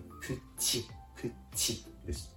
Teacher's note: なっているわけですね。多少俗語っぽい言い方ですけれども、これが一般的に使われています。発音のポイントこれはプチの「チ」母音の「い」の音そしてブロの「う」の音ですまず最初の単語「プチ」「チ」の「い」の音なんですけれどもこれは日本語の「い」の発音よりも口をかなり大きく横に開いて「プチ」「プチ」と発音するところがポイントですですから日本語でよく「プチ」なんとかと表現されるのは、このプチのチの発音がかなり口を横に開いているのは、チの音に聞こえるためです。ですから、イメージとしてはプチに近い、チの発音に近い、近いイメージとして発音していただいても問題ありません。プチ、プチです。そして単語後半のブ